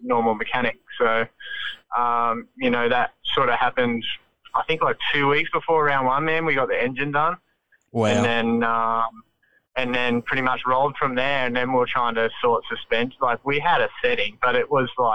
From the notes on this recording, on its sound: jumps on the phone